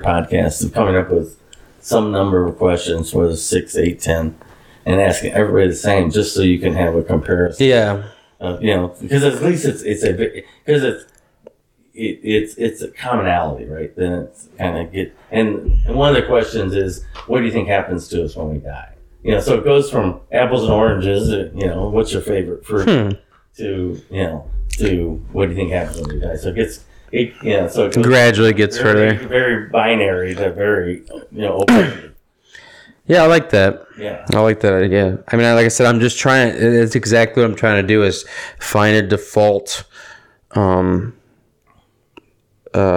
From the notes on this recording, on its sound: After a late dinner at Wisconsin Dells. I apologize in advance for the hollow sound quality. We were in a cabin.